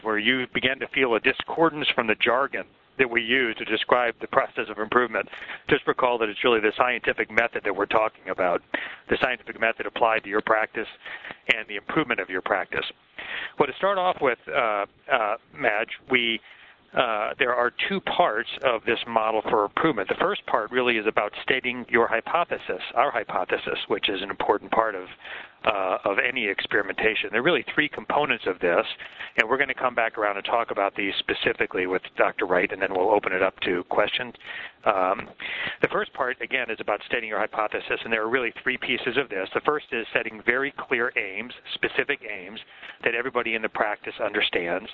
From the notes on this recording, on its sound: April 2005 Author in the Room® Teleconference.